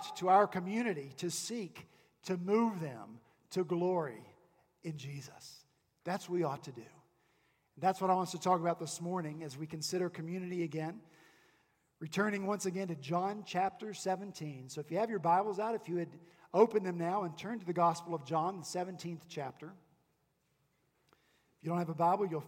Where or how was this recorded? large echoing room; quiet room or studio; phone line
large echoing room